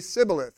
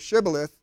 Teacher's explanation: They couldn't make the sh sound. They would say Sibboleth instead of Shibboleth